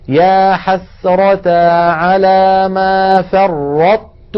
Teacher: هكذا يا حسرة على ما فرطت في فرط، أطبقنا على طاء من غير قلقلة، فرطت فتحنا المخرج على تاء · Term: إدغاما ناقصا